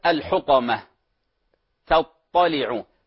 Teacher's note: لولا الاستعلاء في الطاء لصارت تاء